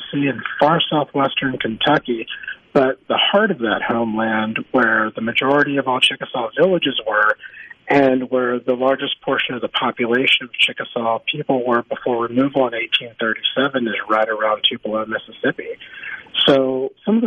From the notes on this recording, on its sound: joins the conversation by phone